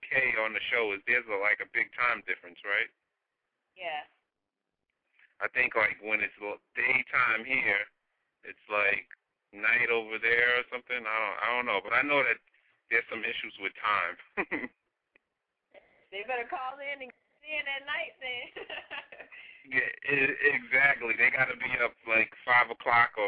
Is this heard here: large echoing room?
no